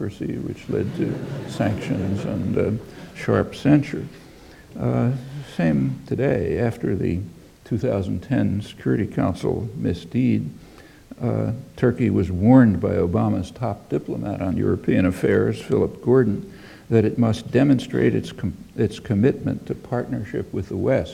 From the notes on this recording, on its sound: UCL Rickman Godlee Lecture 2011